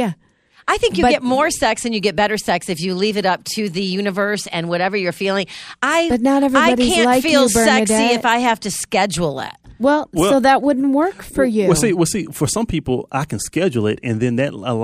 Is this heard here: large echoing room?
no